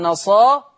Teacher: طبعا ورش بيقللها قولا واحدا عشان بعد الراء الف متطرفه اخر الكلمه راء متطرفه، يقراها نصارى راء. · Term: المقلل